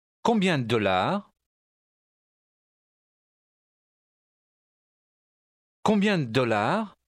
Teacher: not to say the two D's. Say only one, but hold it the length of two.